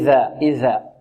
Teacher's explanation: من طرف اللسان مع أطراف الثنايا العليا · Term: الذال